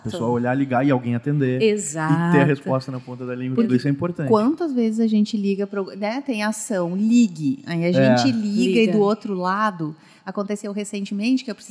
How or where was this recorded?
busy venue